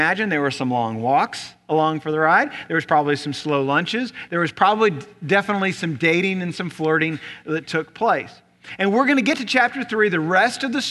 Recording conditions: large echoing room